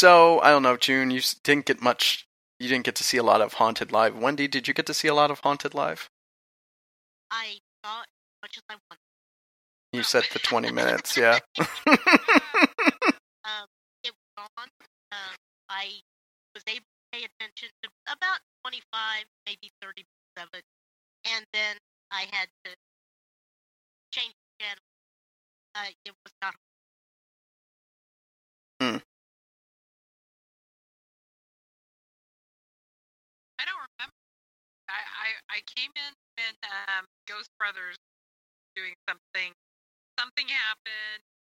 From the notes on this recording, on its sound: Haunted Salem Live. We had trouble connecting with our internet radio studio, so there will be uneven sounds and some audio hits throughout.